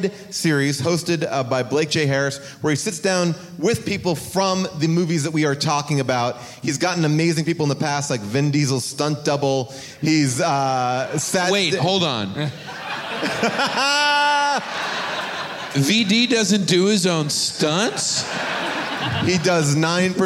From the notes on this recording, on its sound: Recorded live from Austin, Texas.